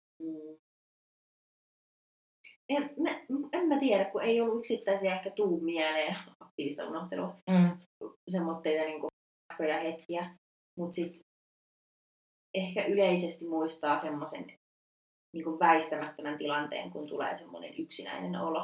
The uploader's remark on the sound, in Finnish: Pahoittelut jo etukäteen huonosta äänenlaadusta, tekemällä oppii ja tästä viisaampana äänittelemään tulevia jaksoja.